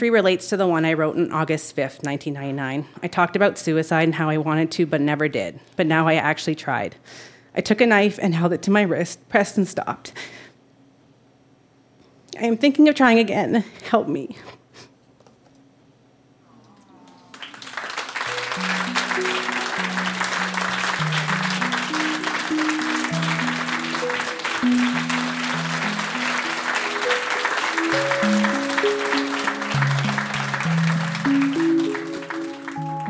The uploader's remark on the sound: Recorded live at The Company House in Halifax.